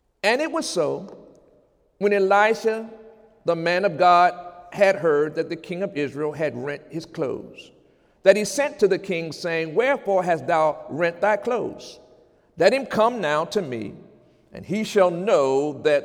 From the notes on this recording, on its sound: During Sunday service on January 29, 2017